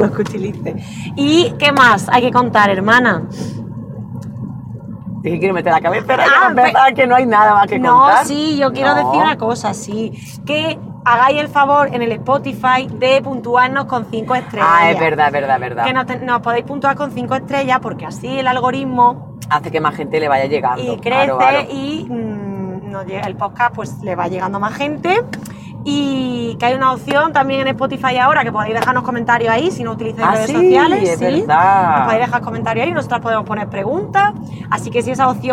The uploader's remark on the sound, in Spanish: episodio grabado un Domingo de resurreción y de camino al Teatro del Barrio (Madrid)